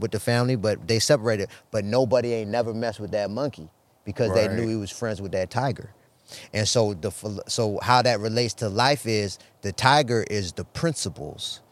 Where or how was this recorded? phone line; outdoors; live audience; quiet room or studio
outdoors